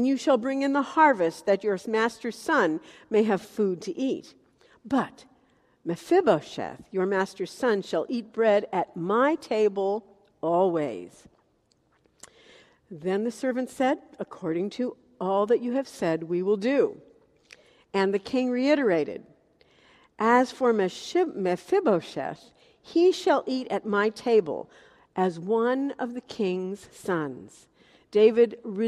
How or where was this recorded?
large echoing room